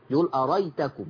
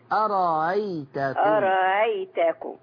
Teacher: يحذف الهمزة الثانية، ده الإمام الكسائي